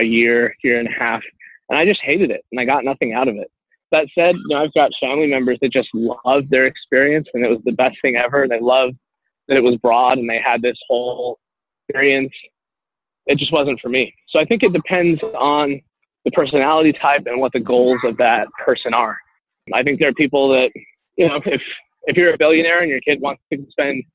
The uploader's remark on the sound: By the way, we apologize for the audio quality of this interview. Over the phone while he was on the move between meetings.